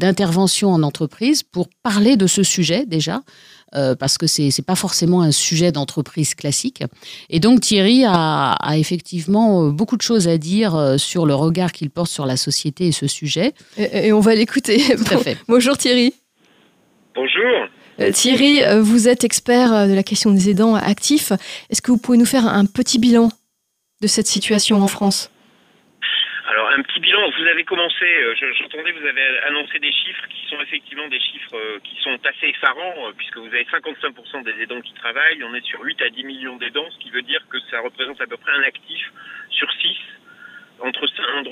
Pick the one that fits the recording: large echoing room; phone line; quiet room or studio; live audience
phone line